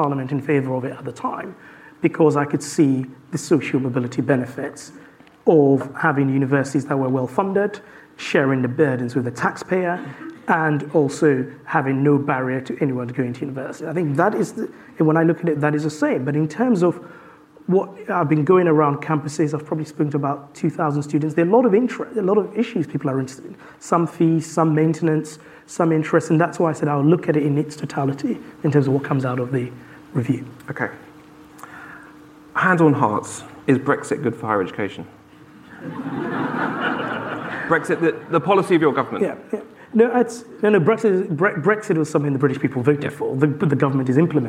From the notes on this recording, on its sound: live at Wonkfest18